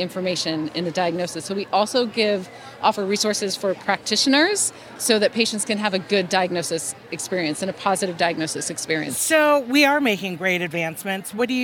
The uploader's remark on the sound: On the floor at the American College of Medical Genetics and Genomics (ACMG) annual meeting in Seattle. As the team walked around the conference.